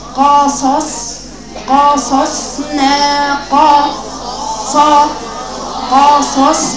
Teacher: والصاد الثانية بيفرق قوي لأنها ساكنة بيفرق صوتها أكتر. قصص ص صفير قصصنا عليك ق فتحة ق صاد ص قصا والصاد الثانية ساكنة.